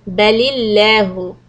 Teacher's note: Lam lafz jalala will be read soft.